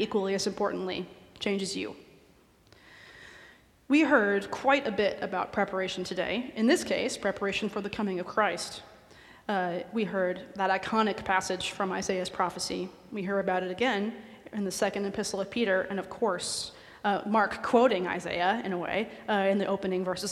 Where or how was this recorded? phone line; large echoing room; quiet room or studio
large echoing room